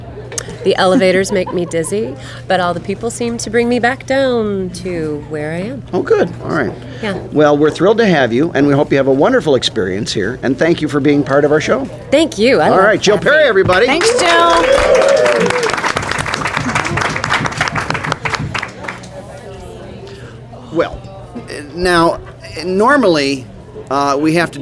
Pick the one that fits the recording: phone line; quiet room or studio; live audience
live audience